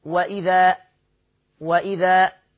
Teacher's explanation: كلمة وإذا وصلا ووقفا تمد حركتين فقط · Term: مد طبيعي